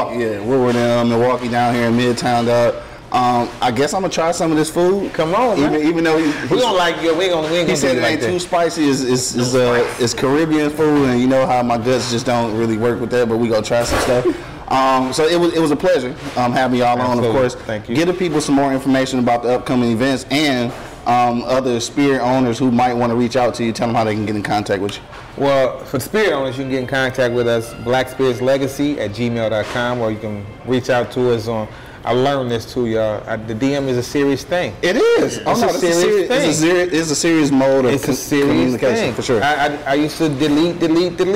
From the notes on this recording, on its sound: Beards, Bourbon, Whiskey Podcast LIVE from Yum Village.